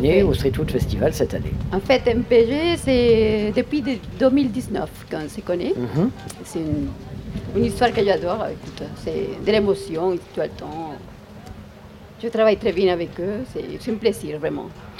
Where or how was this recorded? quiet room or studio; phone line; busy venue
busy venue